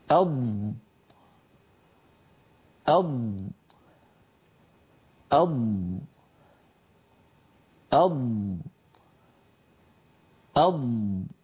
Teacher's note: هل سمعتم صوت الضاد وأنه يمتد لأنها حرف رخو؟ وأيضا اللسان يتقدم إلى الأمام ويربو الهواء، يربو الصوت المحبوس والمحجوز خلف اللسان فيستطيل صوته، بمعنى يصير أطول.